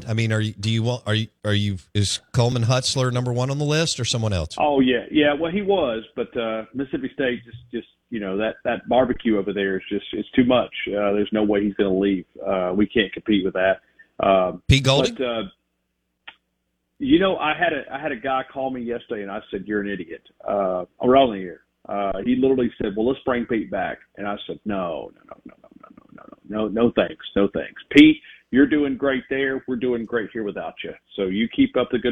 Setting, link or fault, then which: link, phone line